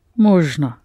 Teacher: only the last о is unaccented, so it is the first one that's pronounced о and the last one а